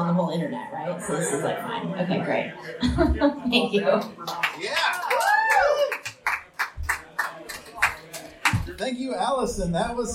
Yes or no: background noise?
yes